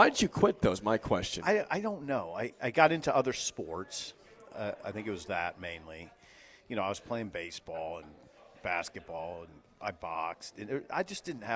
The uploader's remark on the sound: LIVE from Double Eagle Golf on West O Street. LIVE REMOTE for the first time in 7 years, and the place is packed.